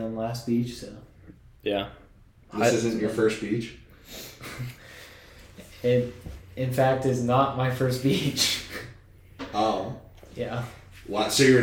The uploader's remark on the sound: Live from the bathroom